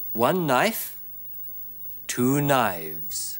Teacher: In der Mehrzahl klingt es stimmhaft.